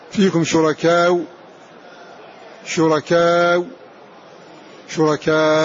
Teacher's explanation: ضم الشفتين في هذه الواو على القصر والتوسط والإشباع · Term: الإشمام